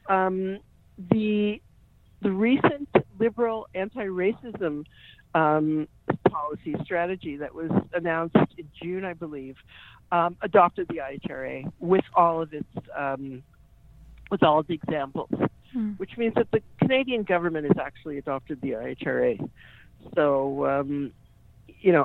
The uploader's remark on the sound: joined me on phone